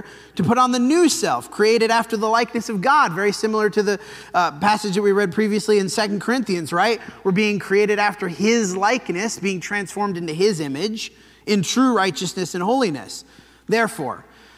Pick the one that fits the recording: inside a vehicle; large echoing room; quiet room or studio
large echoing room